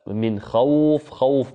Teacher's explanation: مد اللين ضربنا له مثالا كقول ربنا سبحانه وتعالى: من خوف، خوف مثلا، ونحو أطعمهم من جوع وآمنهم من خوف، بيت كذلك فليعبدوا رب هذا البيت الذي أطعمهم من جوع وآمنهم من خوف، هذا مد اللين، وهو إطالة الصوت بالواو والياء الساكنتين المفتوح ما قبلهما الساكن ما بعدهما سكونا عارضا قلنا. ويجوز قلنا مده حركتين أو أربع أو ست، يعني يجوز بالقصر والتوسط والطول، هذا مد اللين.